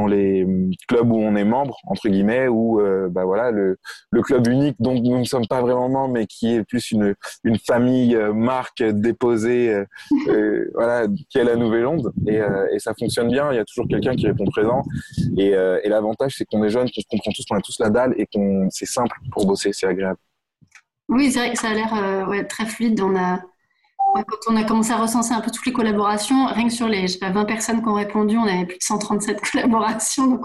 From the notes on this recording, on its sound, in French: Enregistré à distance.